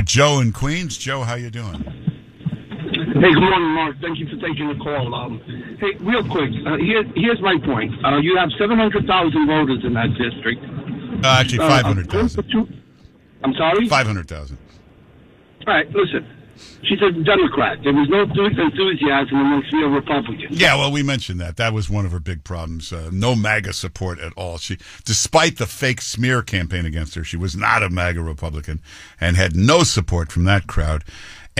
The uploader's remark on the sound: Takes Your Phone Calls